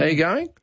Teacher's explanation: we go up with the rising intonation